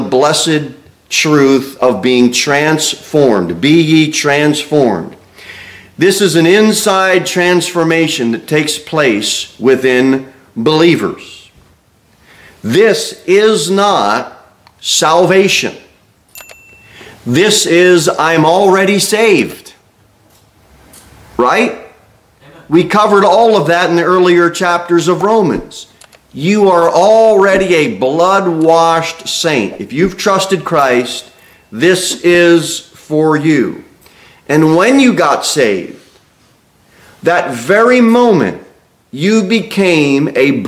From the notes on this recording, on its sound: Sermon delivered at Pilgrim Baptist Church